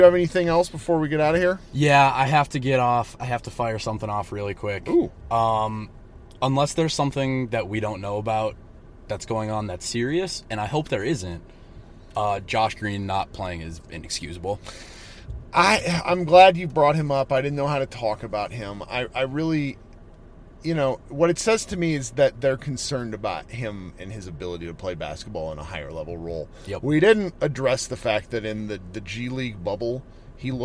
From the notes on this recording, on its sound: Came out to Vegas. We recorded in a car with the AC running so the audio might sort of stink.